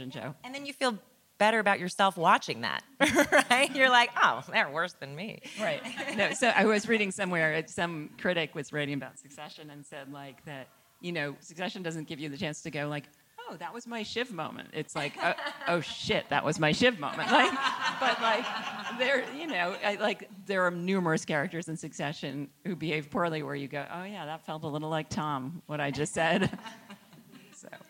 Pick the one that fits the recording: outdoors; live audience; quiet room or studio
live audience